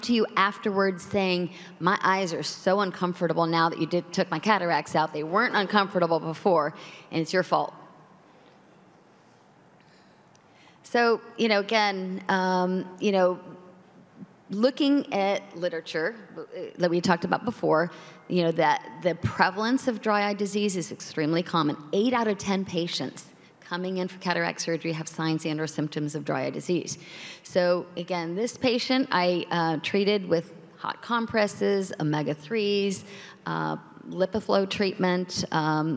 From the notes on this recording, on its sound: This content was captured during a live symposium.